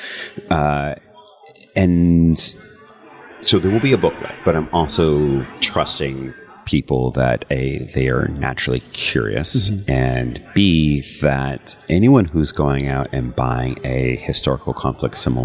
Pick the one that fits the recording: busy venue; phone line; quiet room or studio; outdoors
busy venue